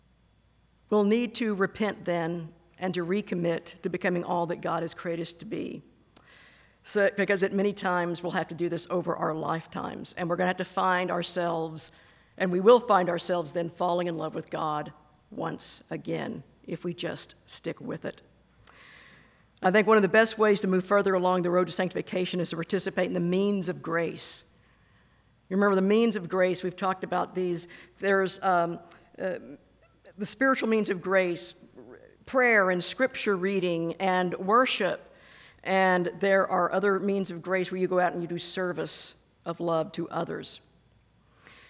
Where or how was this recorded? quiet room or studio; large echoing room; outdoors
large echoing room